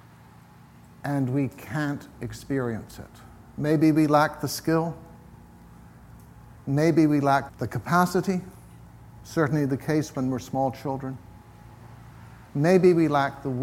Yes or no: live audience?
yes